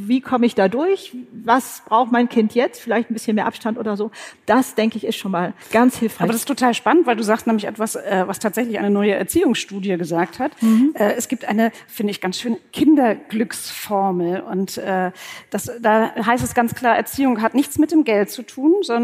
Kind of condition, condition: setting, live audience